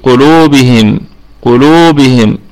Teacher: وحين الوقوف عليها تكون الميم هذه في رابع درجات الغنة لأنها ساكنة مظهرة، ساكنة مظهرة.